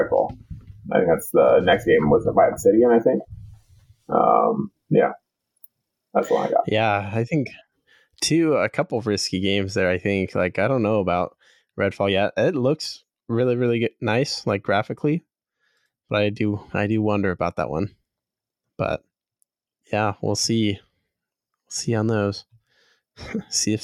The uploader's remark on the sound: Sorry about the audio quality, did realize there was any errors until the end and tried to salvage what we could.